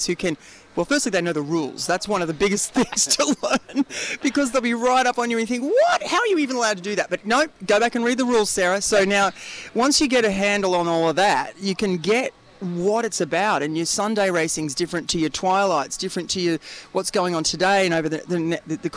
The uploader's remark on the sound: Saturday's on the coast is live from Gosford Sailing club.